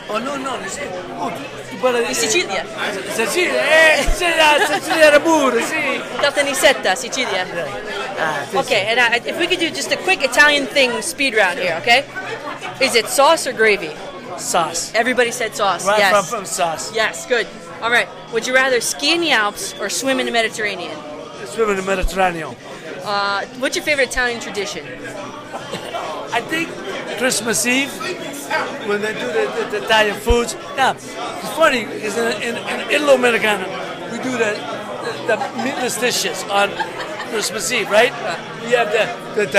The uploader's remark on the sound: Location: Carmine & Sons Bar and Restaurant, Brooklyn. Event organizer: in conjunction with Federazione Italiana Baseball Softball.